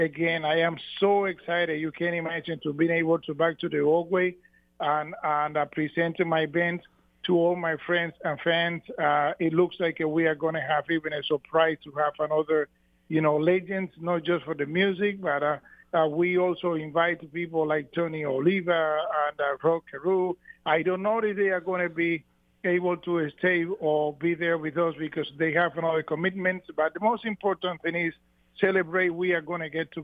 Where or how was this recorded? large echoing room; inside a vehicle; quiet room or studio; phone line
phone line